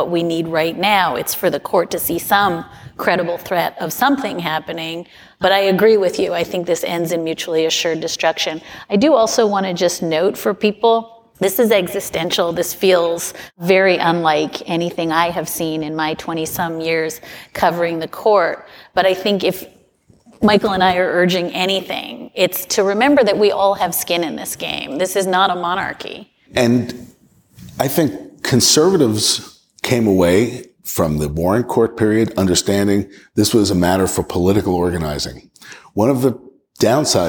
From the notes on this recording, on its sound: We head to Seattle for a live taping of the show at the Cross Cut Festival.